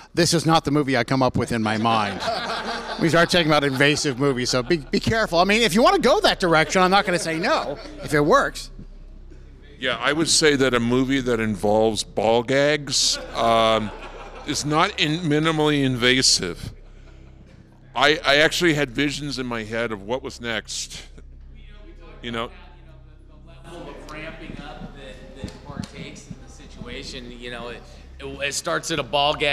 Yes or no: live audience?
yes